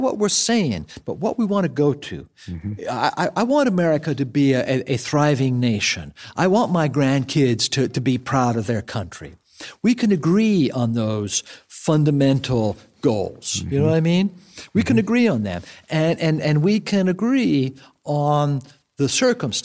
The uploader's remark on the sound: recorded in a wooden barn